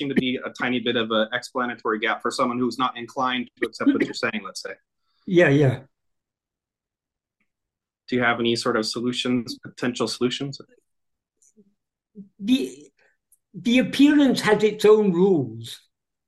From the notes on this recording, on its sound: In a Zoom meeting